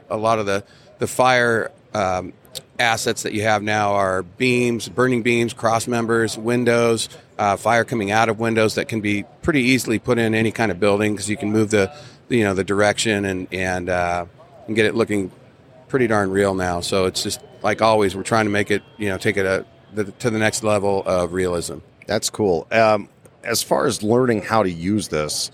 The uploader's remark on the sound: Live From Fire Rescue International. We are recored live from the floor of FRI in Kansas City, Missouri!